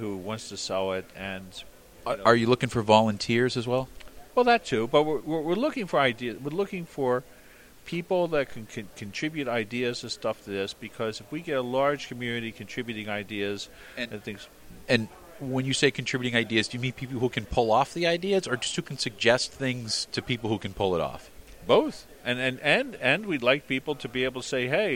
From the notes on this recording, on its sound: HPR1209: Northeast Linux Fest 2013 p2-3. "Live" reports from "The northeast GNU/Linux fest".